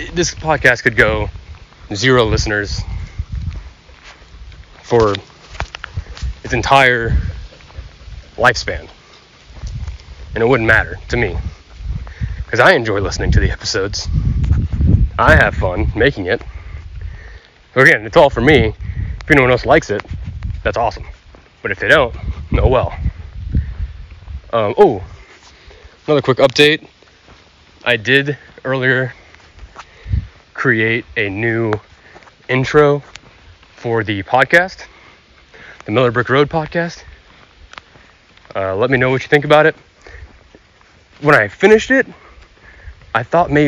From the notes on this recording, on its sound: I go on a walk with my guest through nature to enjoy the fresh air and beauty of the outside world.